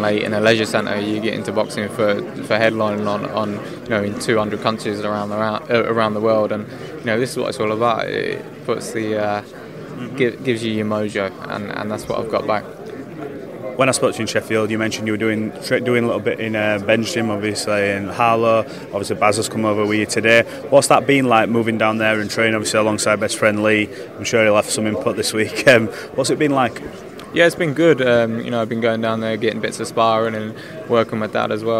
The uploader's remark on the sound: at the press conference